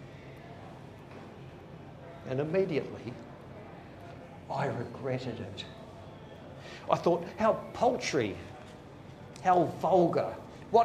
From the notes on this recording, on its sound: Today’s show is a recording of a live reading. Cherry Poets in Cremorne.